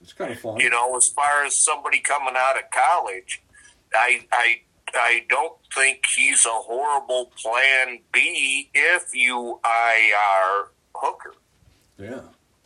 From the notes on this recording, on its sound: called in during the second half of the show